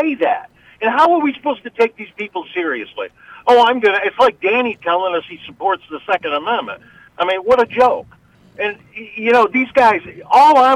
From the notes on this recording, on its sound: called in today